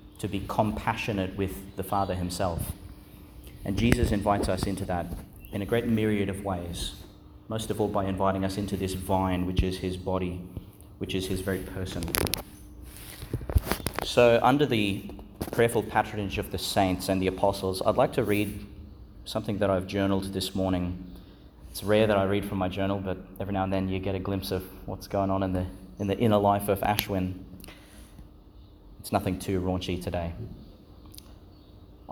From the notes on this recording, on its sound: delivered at Our Lady Star of the Sea, Gladstone, Qld.